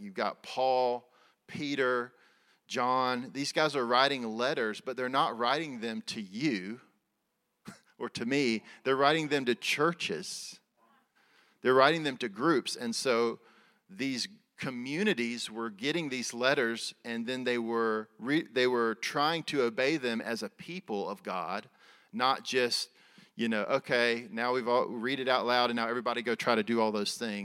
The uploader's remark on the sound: Recorded at Resurgent Church in Atlanta, GA in February 2023.